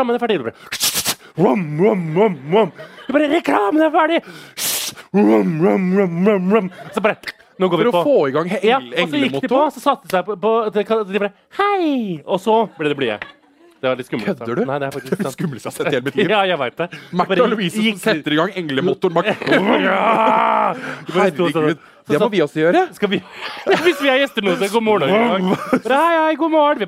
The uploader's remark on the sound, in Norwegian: Livepodcast på Hvaskjer i Oslo. God stemning.